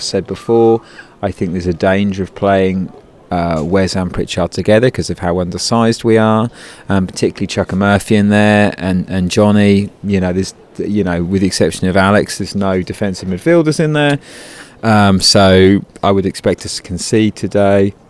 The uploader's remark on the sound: Live from the Blackburn game.